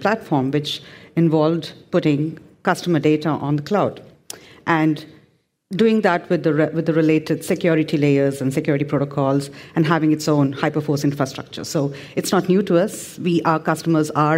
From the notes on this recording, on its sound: This panel session at FinJS